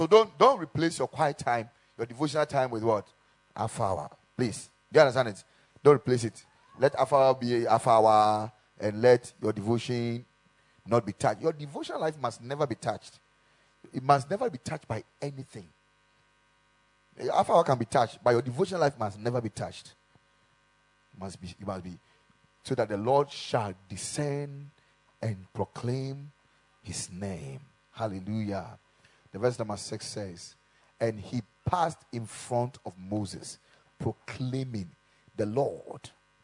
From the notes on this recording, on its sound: Preached at the Kingdom Sight Service